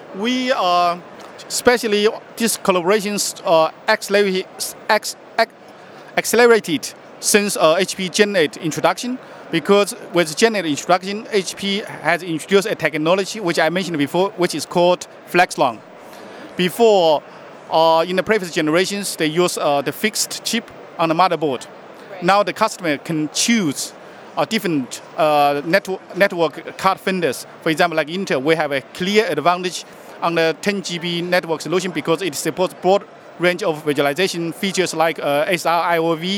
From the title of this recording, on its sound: Live from HP Discover